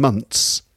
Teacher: instead of saying the th sound, you add a t sound, months. 12 months in a year, and everyone understands you, then maybe that's fine.